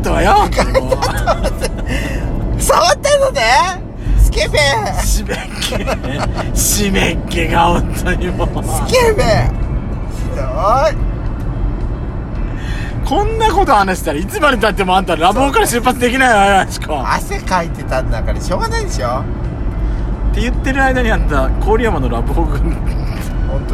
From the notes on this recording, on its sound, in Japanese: ドスドライブ収録 #ロードノイズゴメンね。